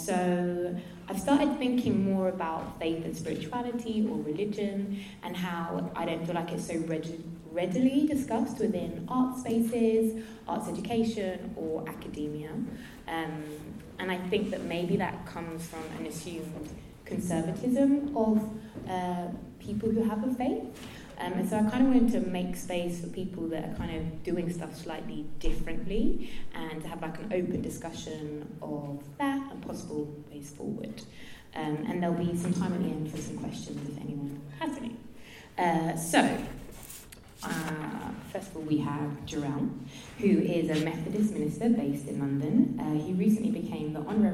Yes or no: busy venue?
yes